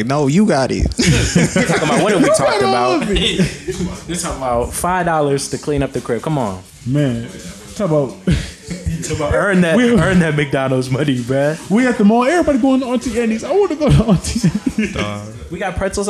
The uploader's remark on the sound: This episode was recorded in front of a live studio audience! The first Wholesome House event.